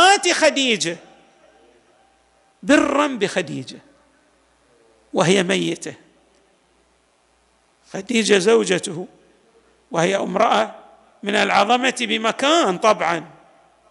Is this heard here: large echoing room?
yes